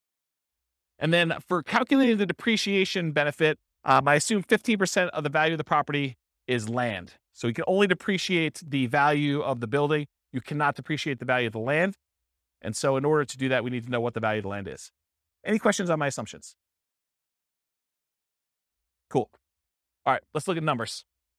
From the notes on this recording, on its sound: This was a live class recorded